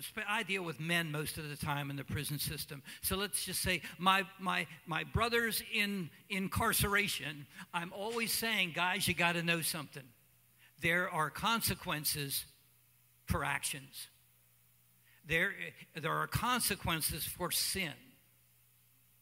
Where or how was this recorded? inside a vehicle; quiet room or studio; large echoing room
large echoing room